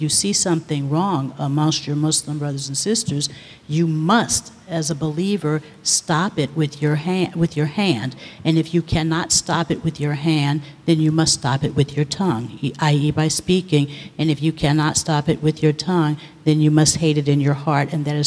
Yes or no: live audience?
yes